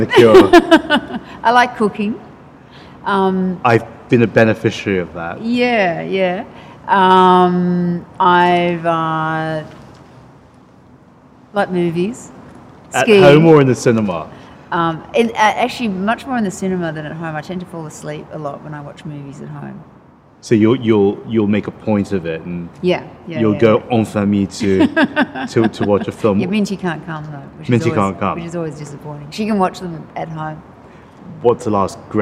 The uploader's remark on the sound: recorded in July 2018 at the International AIDS Conference in Amsterdam